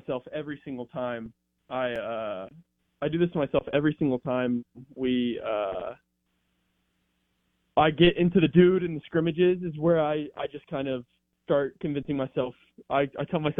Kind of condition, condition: link, phone line